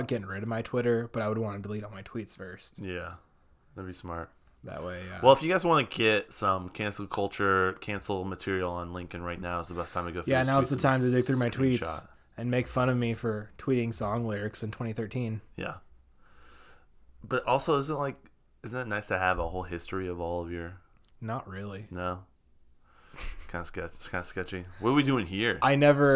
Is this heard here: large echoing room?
no